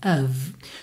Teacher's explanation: Of, que se escreve O-F, mas o som é a, não é o som do O, tá? É a, V, of.